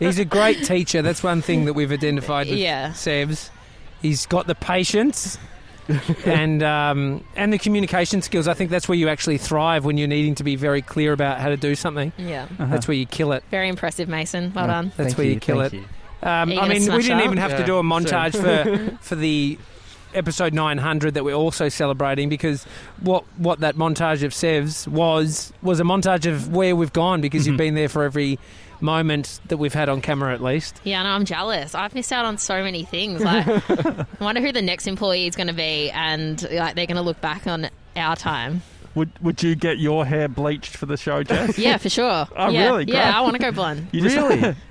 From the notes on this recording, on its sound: We're live from Edinburgh Gardens